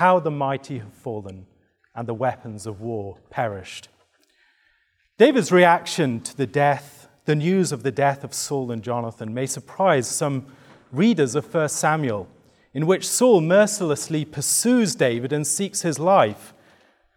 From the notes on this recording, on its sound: given at the 2023 Theopolitan Ministry Conference